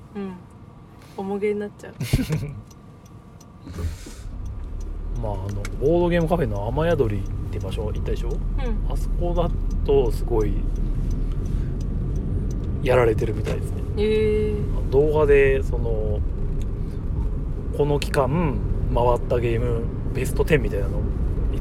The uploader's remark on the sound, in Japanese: 群馬県館林市の中部公民館で毎月第3日曜に行われてるオープンボードゲーム会、たぬきゲーム会に参加した帰りの車での感想収録です。